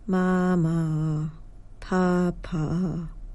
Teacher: the way we pronounce it is raising our voice on the first syllable, mama, papa, and working to regain that childlike state, which we often just think or avoid doing.